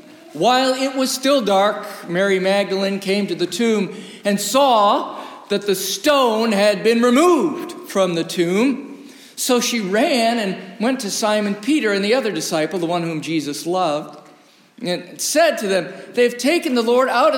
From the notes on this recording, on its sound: Recorded live in the historic, 317-year-old sanctuary of (Old) Rehoboth Presbyterian Church, the "Birthplace of American Presbyterianism".